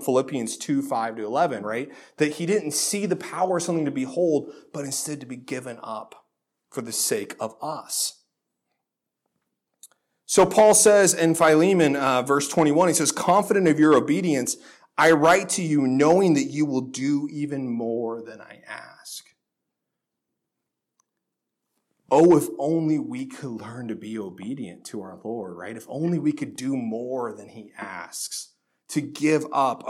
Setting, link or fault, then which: setting, large echoing room